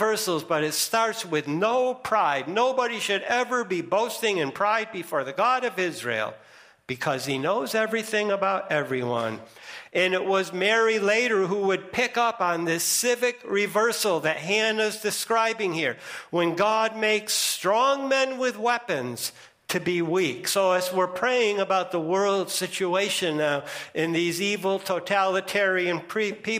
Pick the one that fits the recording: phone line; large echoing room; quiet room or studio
large echoing room